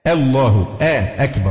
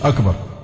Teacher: مفيش حاجة اسمها همزة تتفخم خالص، همزة لازم ترقى · Shown in: first take